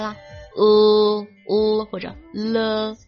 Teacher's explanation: 它是一个浊辅音，然后发音的时候声带是要震动的